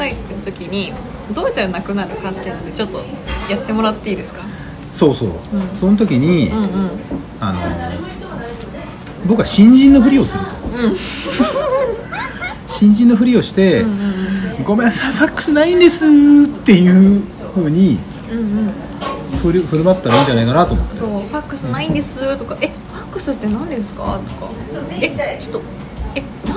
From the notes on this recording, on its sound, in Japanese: 約束の地「居酒屋」での収録です